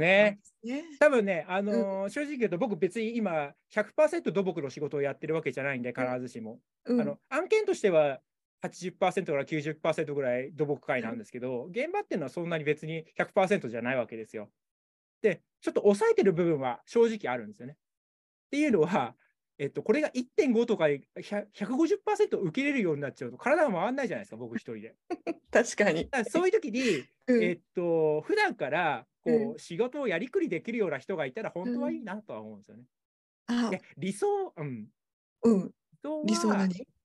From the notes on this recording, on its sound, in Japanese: 収録場所： オンライン (Zoom)